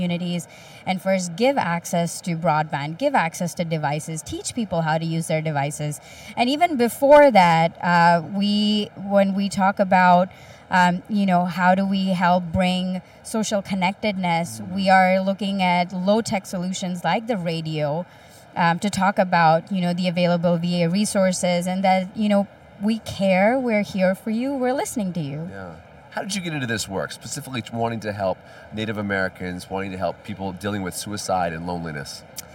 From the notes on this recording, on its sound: The interviews, recorded live at a recent health tech conference.